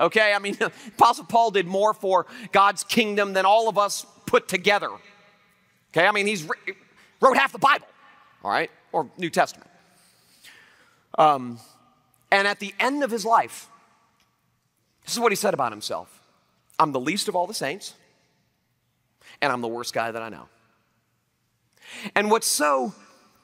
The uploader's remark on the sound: Liberty University Convocation, 2012